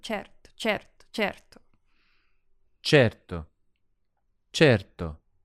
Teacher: we've got the Italian R, the R, in front of a consonant, a T in this case. And this can be tricky to pronounce.